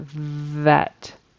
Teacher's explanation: you need to have that vibration there for the voiced V sound